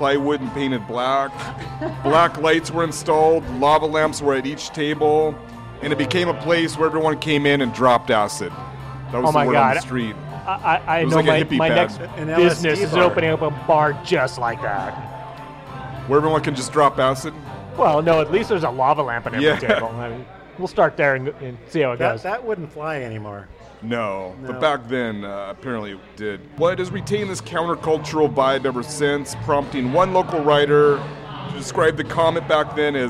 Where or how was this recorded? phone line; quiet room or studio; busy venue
busy venue